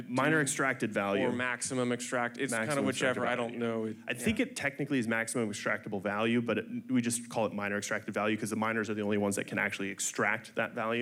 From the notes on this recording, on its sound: Mining Fireside Chat. Recorded Live in Miami Beach at the Ordinals 2023 Conference.